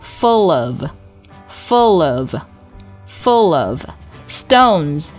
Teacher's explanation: 这个 full 和 of 之间要连读